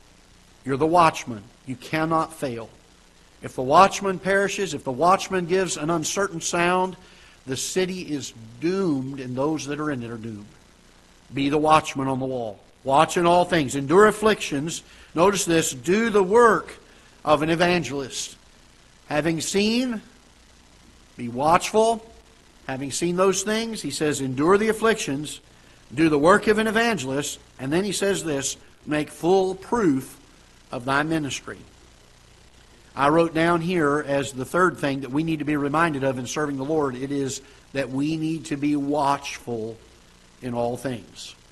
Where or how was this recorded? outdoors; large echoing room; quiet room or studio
large echoing room